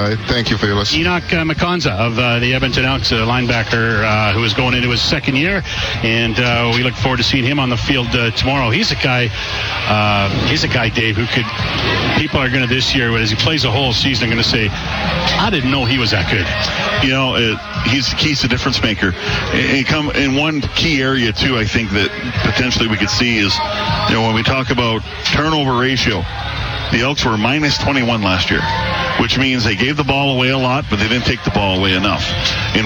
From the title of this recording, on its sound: LIVE from Commonwealth Stadium for Fan Day